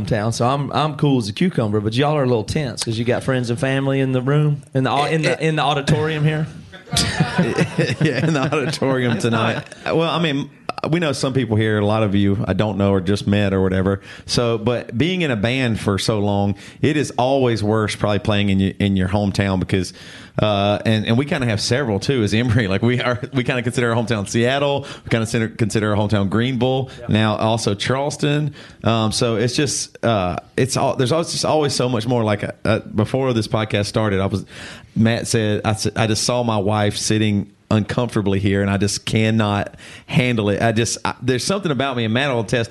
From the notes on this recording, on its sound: BC LIVE from Charleston, SC. The final episode in the BC LIVE series comes to you from Charleston, SC.